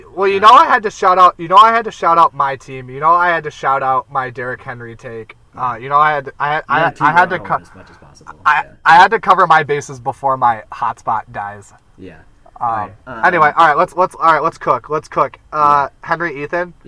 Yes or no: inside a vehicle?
yes